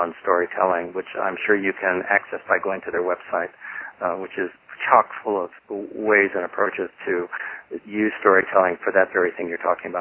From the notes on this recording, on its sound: Call recorded on April 12, 2012.